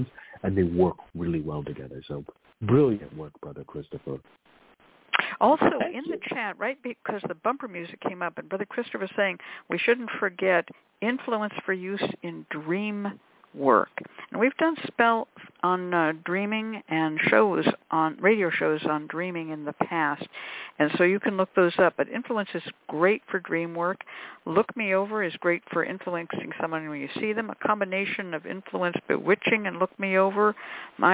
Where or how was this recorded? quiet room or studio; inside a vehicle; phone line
phone line